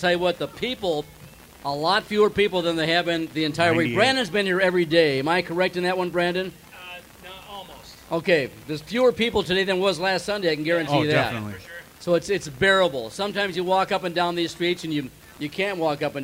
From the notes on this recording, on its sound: MN State Fair 2023 Weekend 2. Great episode live from the Minnesota State Fair.